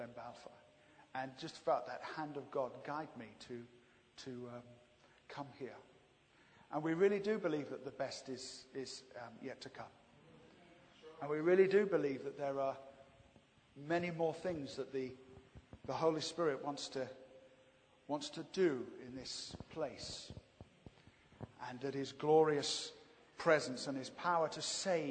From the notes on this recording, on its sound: This is a recording of our special "Pentecost 100" celebration in January. The service concludes, perhaps appropriately, with worship and the live manifestation of spiritual gifts.